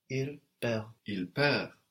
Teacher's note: RE verbs in the singular are pronounced without the RE ending and the consonant before, if they have one there